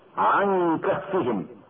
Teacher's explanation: إخفاء النون قبل الكاف مع بقاء الغنة بمقدار حركتين